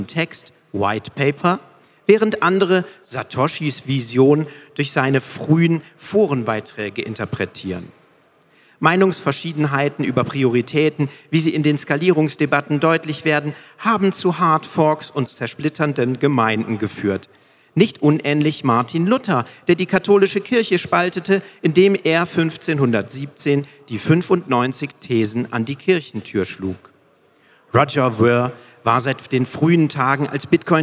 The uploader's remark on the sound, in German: Live gelesen bei der Bitcoin Zitadelle 2022